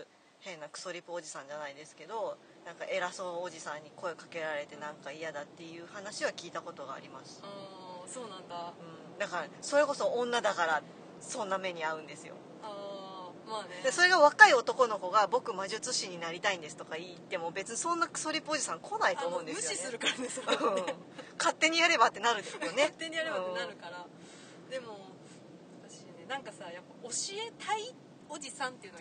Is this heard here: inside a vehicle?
yes